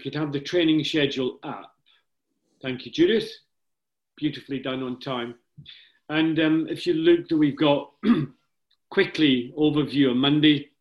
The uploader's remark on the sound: We had a Zoom call focused on the Race Squad season.